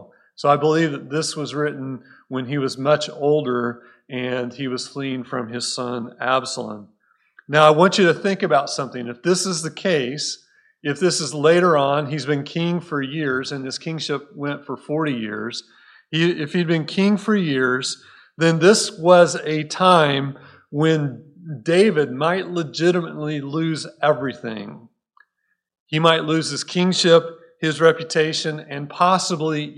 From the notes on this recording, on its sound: Recorded at Cornerstone Church in Mesa, AZ